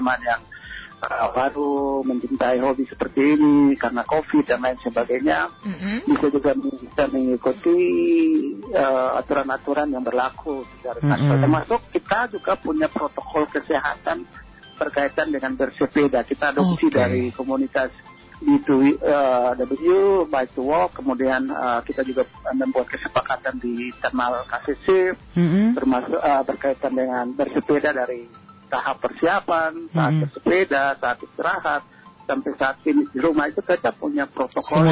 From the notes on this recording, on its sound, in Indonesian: SAHABAT ON THE PHONE. Kupang Cycling Club ( KCC).